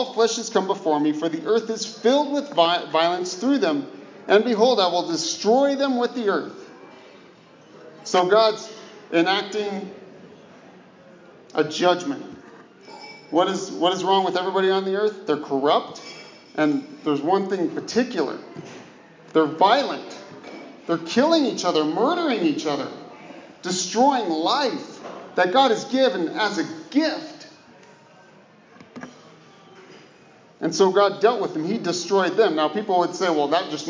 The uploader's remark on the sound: This Sermon was preached to the dear souls at the Brookdale Westland Meridian Senior Living facility. This Sermon was preached to the dear souls at the Brookdale Westland Meridian Senior Living facility.